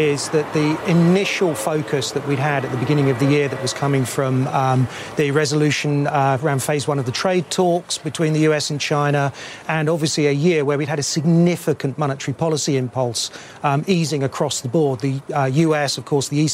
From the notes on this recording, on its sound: Live from the New York Stock Exchange.